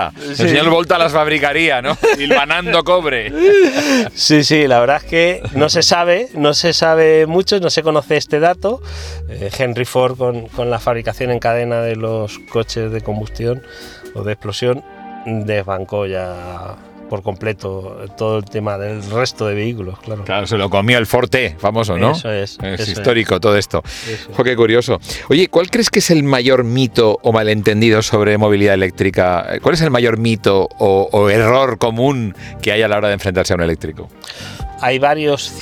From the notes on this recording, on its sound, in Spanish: Escucha esta entrevista grabada a bordo del nuevo EX30.